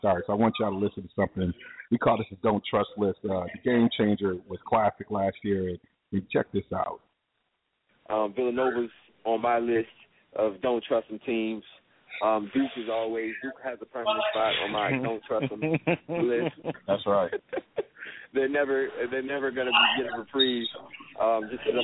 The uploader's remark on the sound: Live from RBI in Rockford!